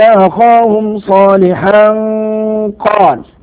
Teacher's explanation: إخفاء لوقوع القاف بعد التنوين، وننتبه إلى تفخيم الغنة